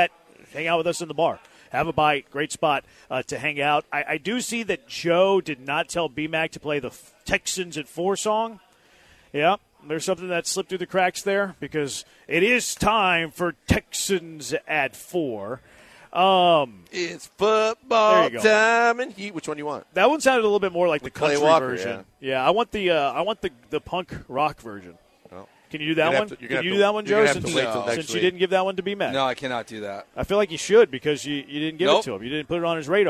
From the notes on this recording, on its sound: LIVE from East River 9 in East Downtown!